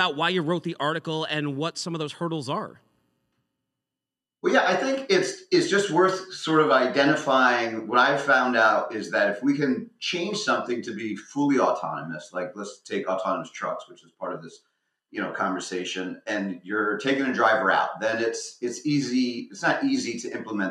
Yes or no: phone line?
no